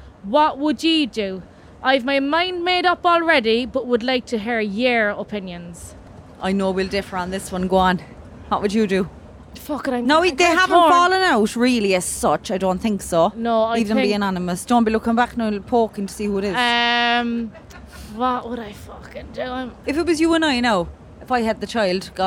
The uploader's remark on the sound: Recording in front of a live audience aboard Aircoach's Cork to Dublin Direct route. Heard from two listeners in person.